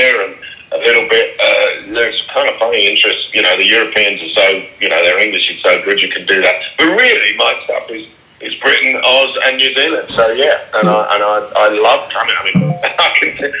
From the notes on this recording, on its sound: A brief phone conversation